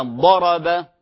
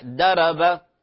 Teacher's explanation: لو رققت مثلا ضرب تصبح درب